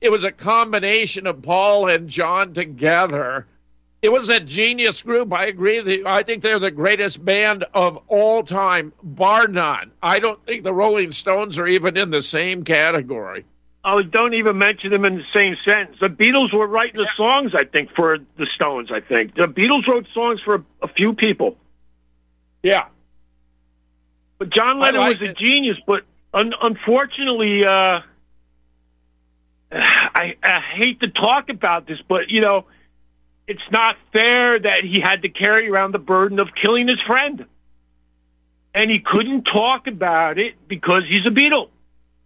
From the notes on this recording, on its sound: opens phone lines for callers